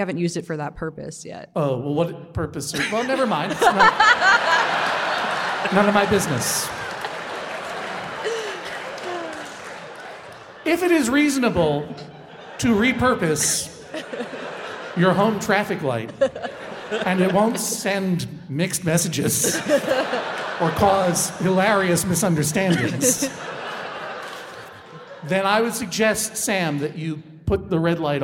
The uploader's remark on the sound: Live from SF Sketchfest. This week’s episode was recorded live in front of an audience at the Sydney Goldstein Theater!